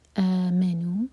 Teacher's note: امنو، stretch کے بعد جو لیٹر آتا ہے اس پر زور دیا جاتا ہے، تو یہاں پر آ کے بعد میں میم پر زور ہوگا